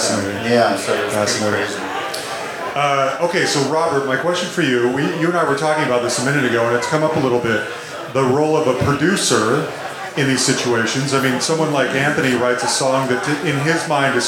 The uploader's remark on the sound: The Songwriting and Collaboration Panel from the Nashville Rock n Pod Expo. I wish the sound quality was better.